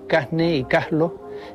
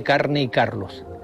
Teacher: aspiran la R cuando ésta aparece ante las consonantes N o L. · Shown in: first take · Así se dice en algunas zonas de Canarias, Casne y Caslo, en lugar de Carne y Carlos. · Term: aspiración